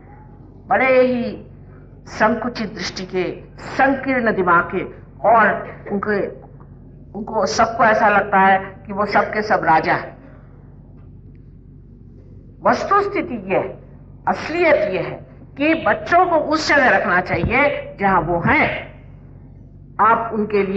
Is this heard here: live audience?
yes